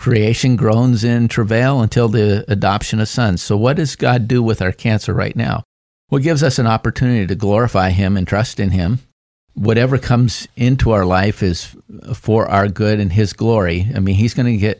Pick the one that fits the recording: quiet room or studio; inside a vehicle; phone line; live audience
quiet room or studio